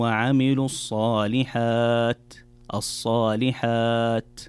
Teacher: الوقوف على حرف التاء يكون بهمس وليس بقلقلة أو بإطباق التاء فتختفي كأنها تختفي تماما، فتقرأ إلا الذين آمنوا وعملوا الصالحات.